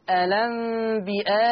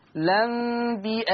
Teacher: هذه الكلمة حال الوقف عليها أو حال البدء بها، أنا مخير ما بين أمرين. إما أن أنا أثبت همزة الوصل حال البدء بها ألنبئاء، أو أحذف همزة الوصل وأقول لنبئاء